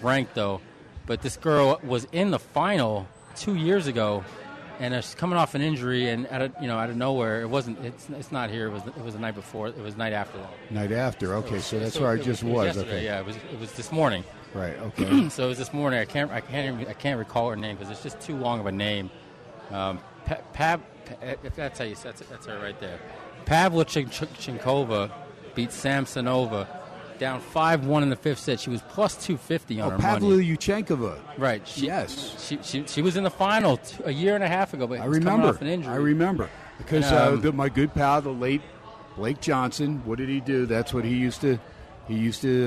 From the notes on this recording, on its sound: "Live" from #SteinersPub in Las Vegas